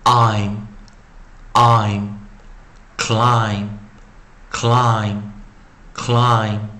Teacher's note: 当你的尾音，你的 coda 是 M B 的时候，B 是不发音的，我们又称 silentB，不发音的 B。然后这时候由于元音 E 被挡住出路了，因此它是 close syllable 关闭音节，short vowel 短元音，short vowel